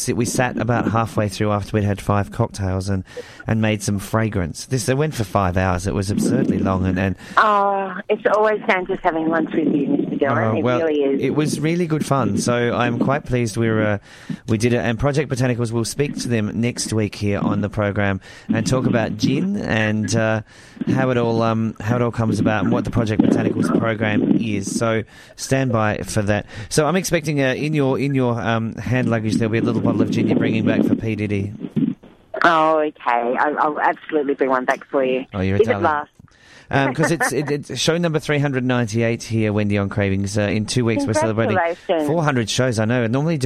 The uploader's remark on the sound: On the phone.